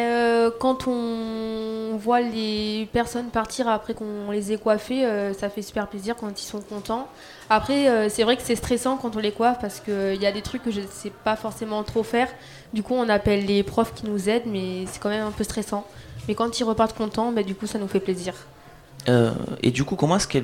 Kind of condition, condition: setting, busy venue